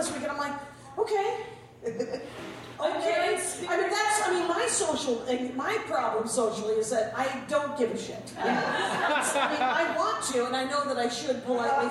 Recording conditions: live audience